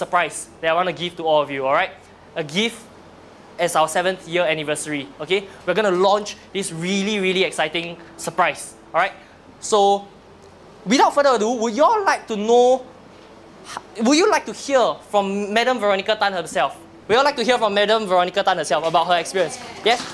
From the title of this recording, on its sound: Keynote for Rev22's 7th Anniversary